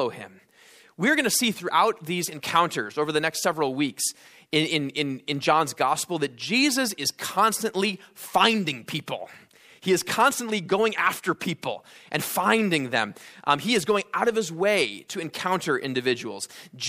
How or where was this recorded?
large echoing room